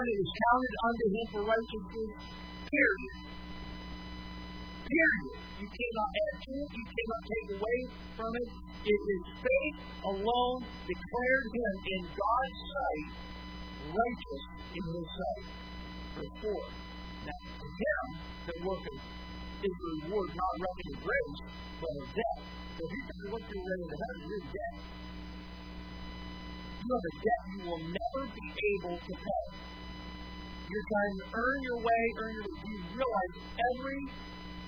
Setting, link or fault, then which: setting, large echoing room